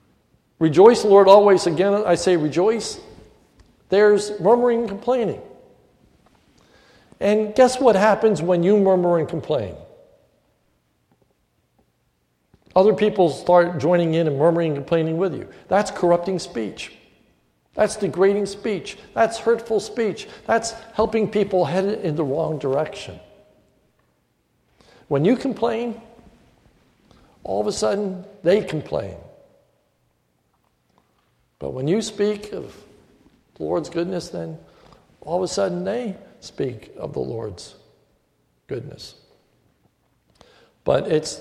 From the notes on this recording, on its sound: This is a sermon recorded at the Lebanon Bible Fellowship Church, in Lebanon, PA, on 12/31/2014 during the New Year’s Eve service